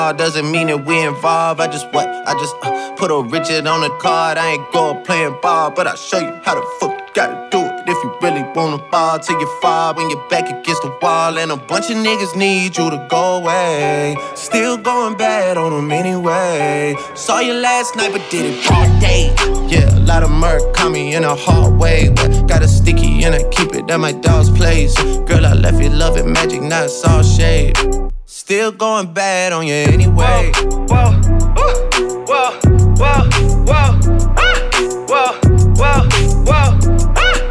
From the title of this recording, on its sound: Live at Hyde Nightclub